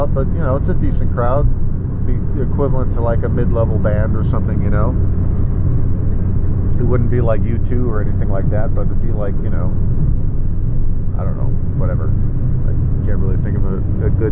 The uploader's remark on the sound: Sorry about audio. Wind from driving.